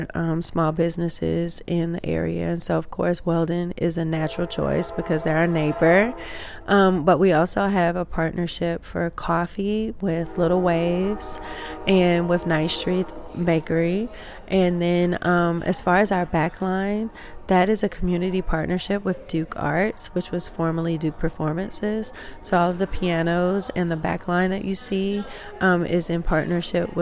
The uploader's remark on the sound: This episode features live recordings from Missy Lane’s opening night on January 13, 2024.